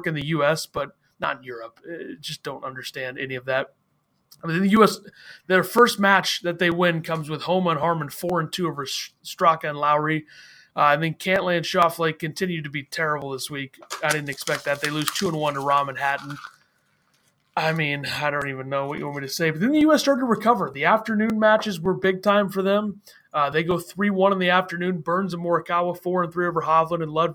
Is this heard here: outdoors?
no